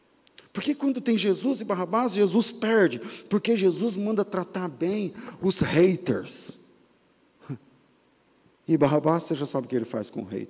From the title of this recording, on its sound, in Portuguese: Culto ao vivo